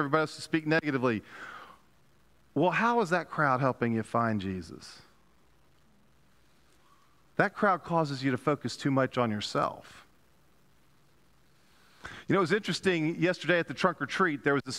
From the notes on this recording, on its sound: Pender UMC Contemporary Worship Sunday October 30, 2022 at 11:15 am